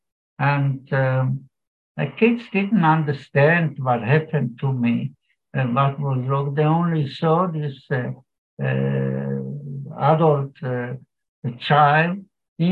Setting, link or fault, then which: link, video call